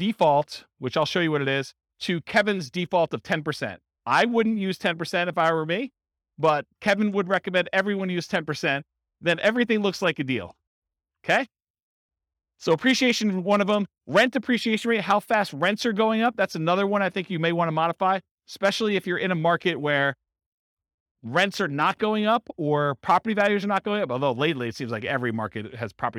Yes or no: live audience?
yes